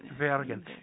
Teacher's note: Not Virgen, but Virgen. So it's a B-ish kind of V.